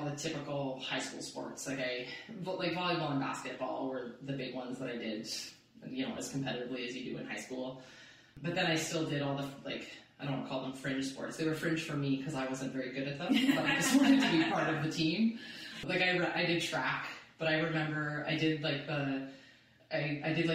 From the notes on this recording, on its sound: Apologies for the audio on this one guys. We lost the file from the mics unfortunately.